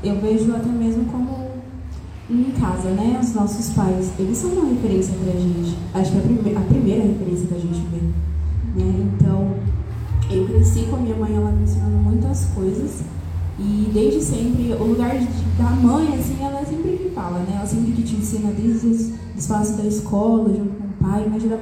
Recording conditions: large echoing room